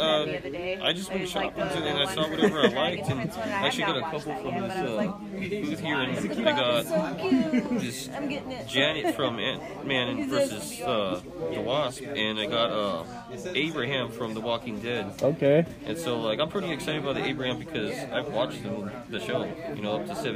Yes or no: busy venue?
yes